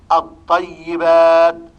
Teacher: التشديد يدل على الإدغام، والنطق يكون بطاء مشددة.